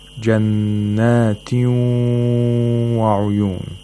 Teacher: And the sound obviously comes from both the nose and the mouth, because there is no obstruction in the mouth, because you're pronouncing a waw. · Term: إدغام مع الغنة